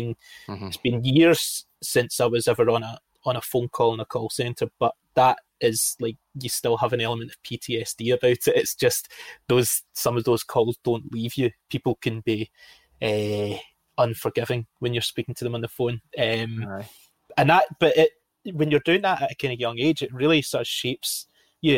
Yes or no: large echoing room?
no